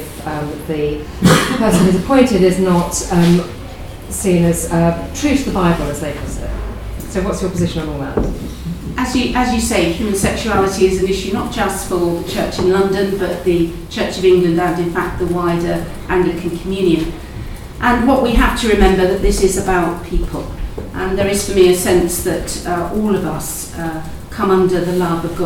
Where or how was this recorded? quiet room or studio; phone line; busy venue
busy venue